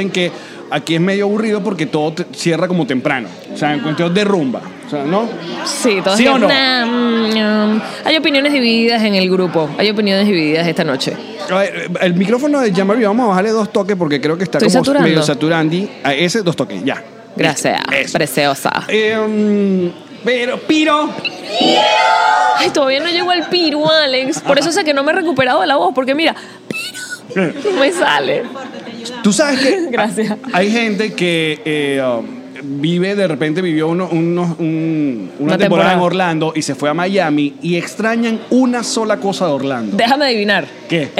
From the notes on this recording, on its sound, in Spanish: Hoy nuestro podcast alcohólico de confianza nos trae un programa grabado desde Tartarini Restaurant en Orlando, FL. Nuestros PatreoncitosPlus nos acompañaron en este episodio.